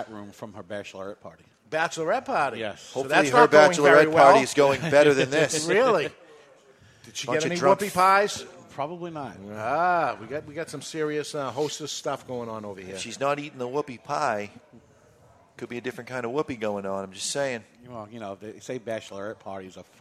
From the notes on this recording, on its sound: Live from the La Flor Dominicana Cigar Studio at Two Guys Smoke Shop in Salem, NH